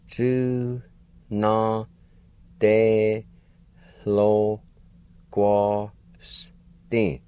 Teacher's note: right before the L, there's a faint H sound